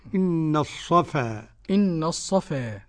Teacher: الصفا ليس فيها تقليل ولا إمالة لأحد · Term: لا إمالة ولا تقليل